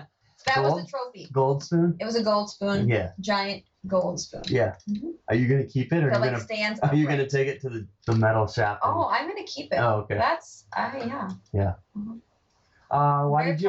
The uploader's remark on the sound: I am really bummed that the audio quality is bad on this!